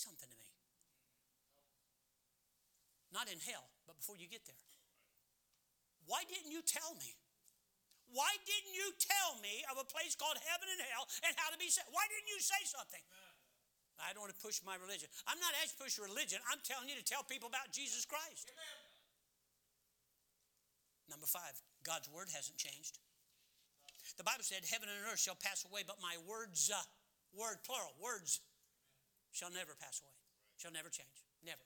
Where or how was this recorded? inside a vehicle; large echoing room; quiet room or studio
large echoing room